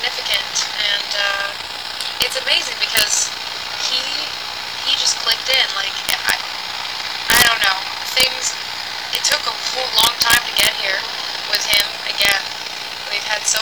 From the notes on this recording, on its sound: Complete with bus noise.